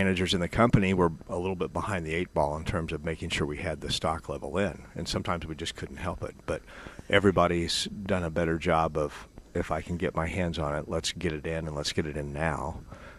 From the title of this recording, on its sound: Live at Prairie Gardens 1-22-22